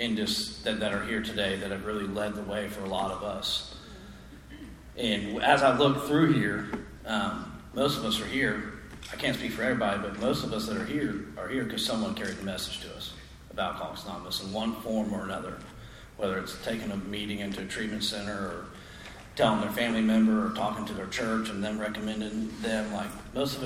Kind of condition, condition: setting, live audience